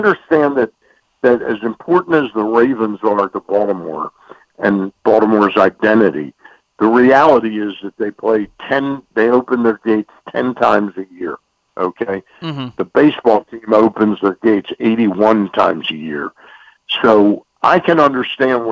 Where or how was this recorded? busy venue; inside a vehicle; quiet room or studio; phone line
phone line